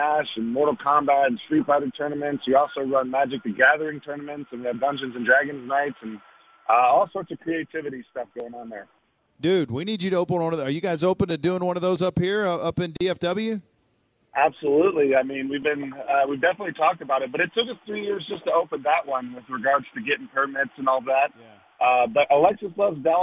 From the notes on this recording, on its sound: called